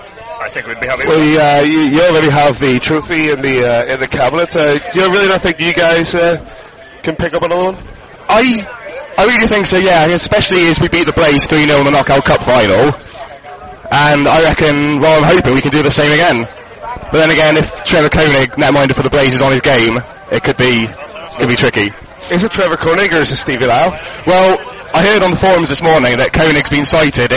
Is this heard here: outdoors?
yes